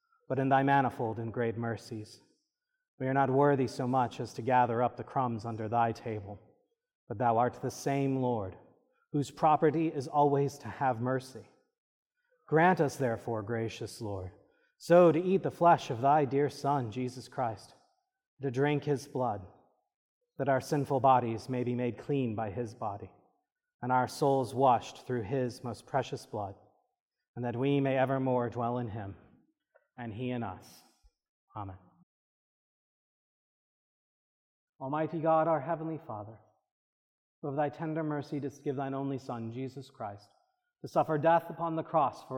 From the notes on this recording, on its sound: This is a recording from the service of Holy Communion according to the Book of Common Prayer (1662) on July 23, 2023 (Seventh Sunday After Trinity).